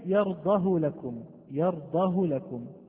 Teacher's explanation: الهاء من كلمة يرضه لكم، يرضه لكم، هذه الهاء لا صلة فيها مع أنها واقعة بين متحركين